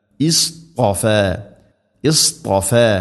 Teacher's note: സ്വാദുച്ചരിക്കുന്ന സമയത്ത് നാവിൻ്റെ മധ്യഭാഗം അണ്ണാക്കിലേക്ക് ഉയർത്തുക, ത ഉച്ചരിക്കുന്ന സമയത്ത് നാവിൻ്റെ മധ്യഭാഗം അണ്ണാക്കിലേക്ക് ചേർന്ന് നിൽക്കണം. · Term: ഇസ്തിഇലാഇന്റെ അക്ഷരമാണ്